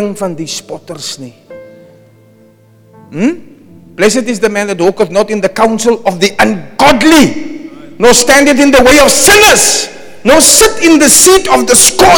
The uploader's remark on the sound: Preached at Zion Sanctuary, Cape Town on 19 November 2023